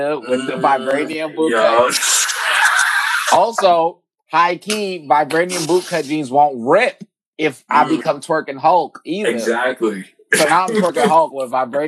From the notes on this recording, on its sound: COVID-19 was chewing away at the mic so excuse the sound quality.